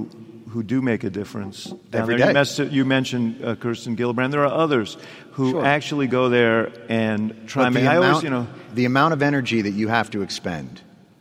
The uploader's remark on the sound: in Rockefeller Chapel at the University of Chicago